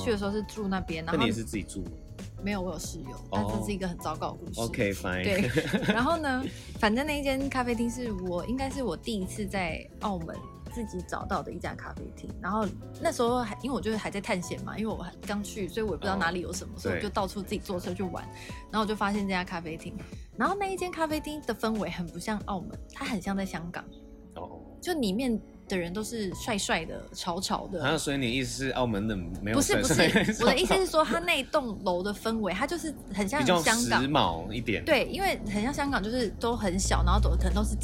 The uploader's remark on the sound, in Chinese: 那這集呢是在戶外咖啡廳錄製。如果有一點點小雜音 大家請見諒~ (已盡量降噪了哈哈)。